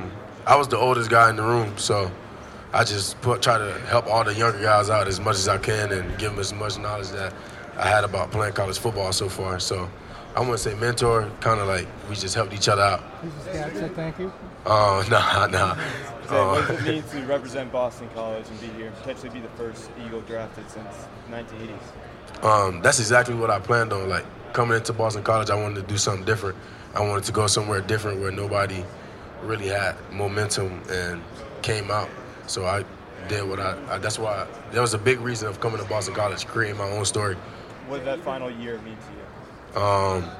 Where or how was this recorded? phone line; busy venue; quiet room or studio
busy venue